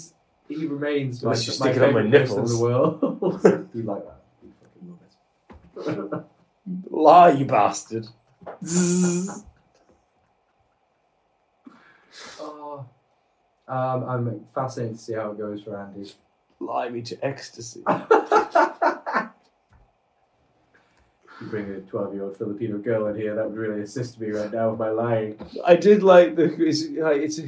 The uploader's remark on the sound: Its a catch up episode that came with freak audio issues....